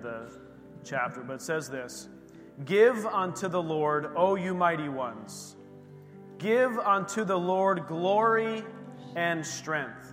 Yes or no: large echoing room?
yes